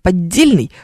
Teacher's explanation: Тебе же хочется здесь немножечко удлинить эту двойную, сдвоенную «д».